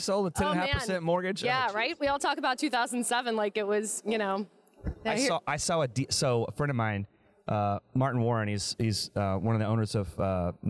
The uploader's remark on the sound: our conversation with industry thought leaders and experts at the Mortgage Bankers Association’s Annual Conference (MBA Annual 22) in Nashville, TN